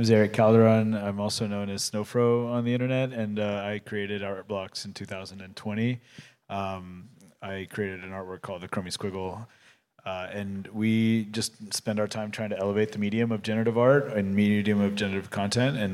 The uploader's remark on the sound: panel hosted by Shiseido at Gateway Miami